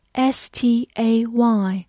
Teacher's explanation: S 发 S，T 放在 S 后面要浊化成 D。